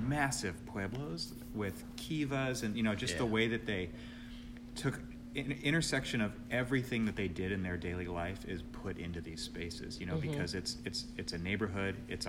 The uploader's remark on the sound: At the CONSTRUCT Conference in Long Beach, California in Fall 2018. Please excuse the background noise, because we were in the banquet room. After we rearranged the stage with furniture, we found the time to do the first part and finished up afterwards.